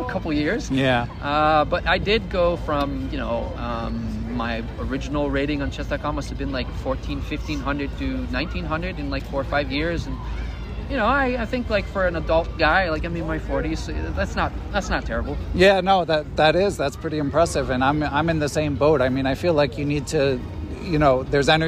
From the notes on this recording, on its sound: Recorded in Washington Square in New York City. We recorded on location from the “chess tables” at Washington Square Park.